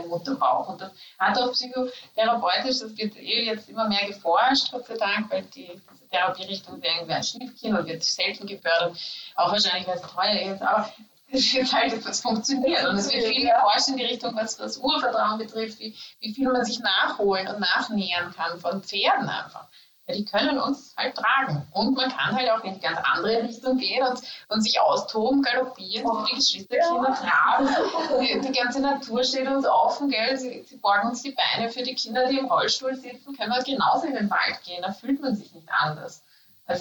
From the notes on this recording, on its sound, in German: SORRY für die schlechte Audioqualität! Auch wenn unser Mikrofon diesmal etwas gestreikt hat.